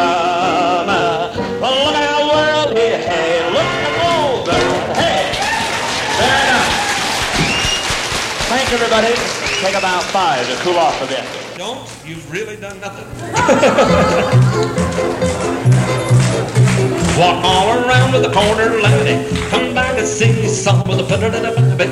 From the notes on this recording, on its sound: Vintage MWSD Live Dance Recording.